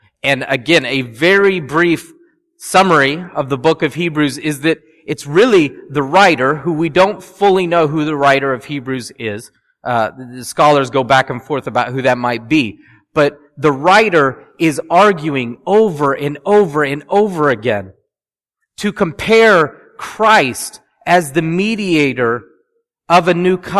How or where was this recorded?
large echoing room